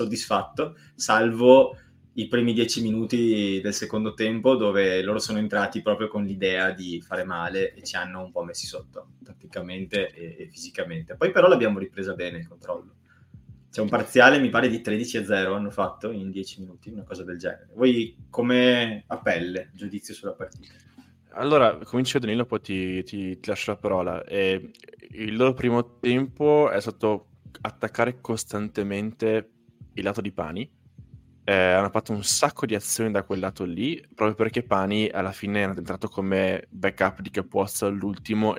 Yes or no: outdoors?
no